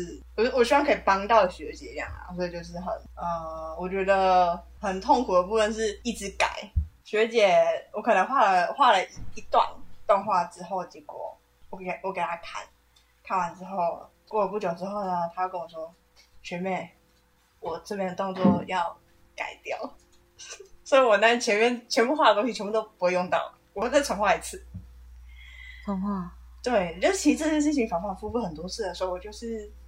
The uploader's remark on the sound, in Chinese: 收音、剪輯狀況不大好還請大家多多包涵